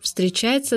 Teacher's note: мы определенно выговариваем звук «Ф» вместо буквы «В»